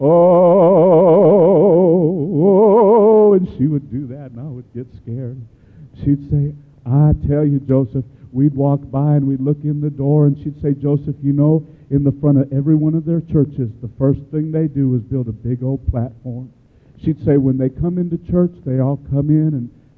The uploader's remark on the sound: gives his testimony in Baton Rouge, LA at Life Tabernacle Church